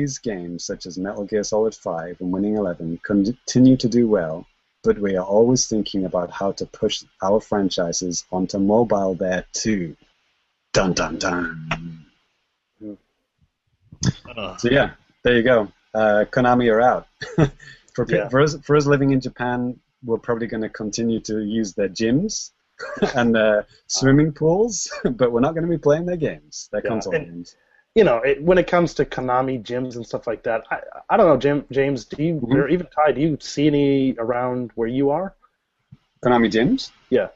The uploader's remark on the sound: Recorded LIVE via Google Hangouts on Air